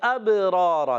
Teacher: اس میں ہوتا ہے قلقلہ، با میں کیا ہوتا ہے، آواز لوٹ کر آتی ہے